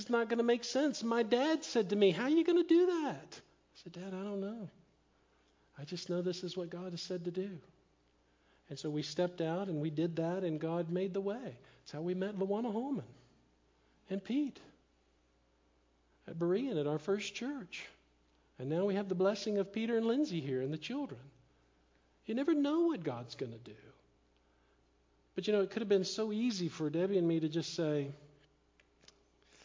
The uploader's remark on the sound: Live Sermon Stream